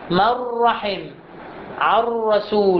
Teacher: الصوت الذي يخرج من الخيشوم غير موجود في هذا الإدغام، يتكون حرفا واحدا آخرا مشددا من الجنس الثاني، يعني ليس فيه نونا. · Term: إدغام كامل